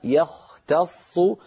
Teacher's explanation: نرقق الياء، نفخم الخاء، نرقق التاء نفخم الصاد، في هناك تداخل بين التفخيم والترقيق في هذه الكلمة.